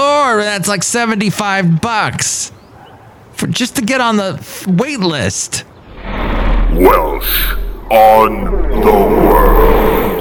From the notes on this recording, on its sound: podcasts live from Café Anyway